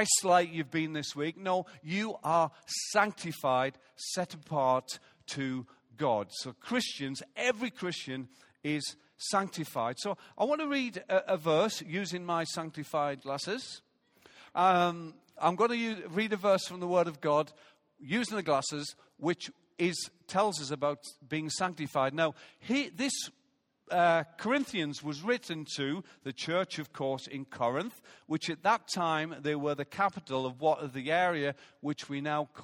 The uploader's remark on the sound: Recorded live at Life Church on Sunday 7th May 2017.